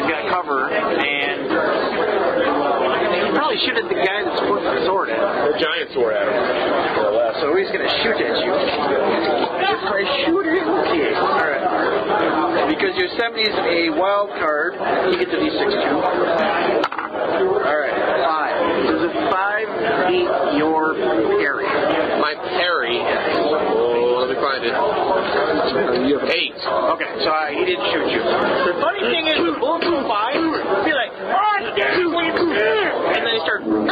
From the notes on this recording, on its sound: Apologies for the sound quality